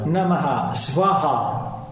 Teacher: Quando facciamo namaha, quella aspirazione che poi nella lingua devanagari si esprime con due puntini dopo la A, quindi il visarga è un'aspirazione eh, successiva alla fine della parola